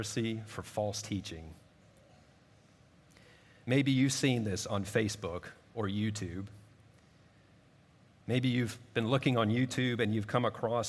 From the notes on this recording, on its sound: At Redeemer Presbyterian Church in Charleston, SC